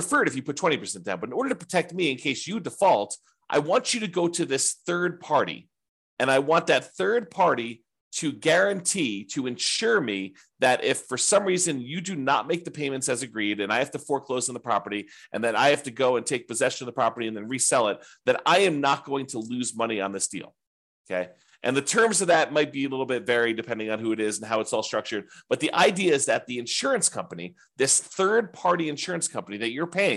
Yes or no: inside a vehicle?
no